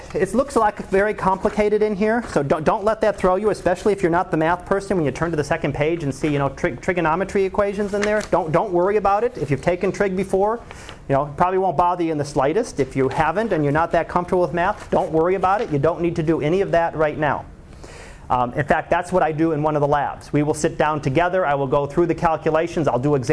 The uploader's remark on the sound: Live Class Lecture